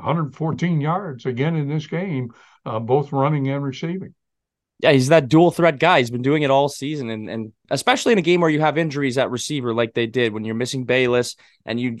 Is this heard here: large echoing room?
no